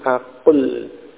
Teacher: Maka bertemu dua huruf sukun, yaitu waw sukun dan lam sukun. Maka waw-nya dihilangkan. Karena waw berupa atau termasuk huruf illah, dia bisa dihilangkan.